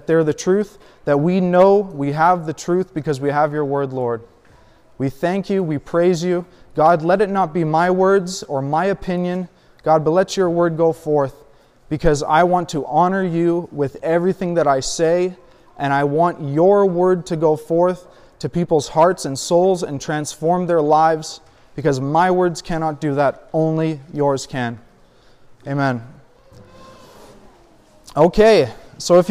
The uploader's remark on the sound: A sermon I recently preached at a gathering a few hours from my home. I was asked to come and guest preach.